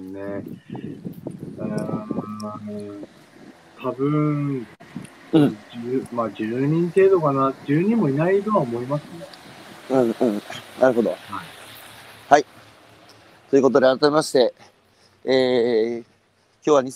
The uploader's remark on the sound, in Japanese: 宮城県石巻市十三浜で漁業を営む。歩きながら1時間、対談する。